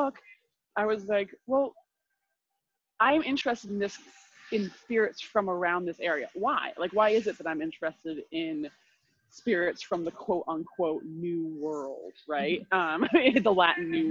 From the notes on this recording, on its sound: We had a pretty bad connection, but above is our brief conversation, which got cut off right at the end.